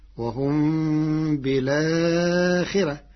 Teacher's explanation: قرأ ورش كلمة بالآخرة بنقل حركة الهمزة إلى الساكن قبلها مع حذف الهمزة فتصير وهم بالآخرة مع ترقيق الراء لكسر قبلها.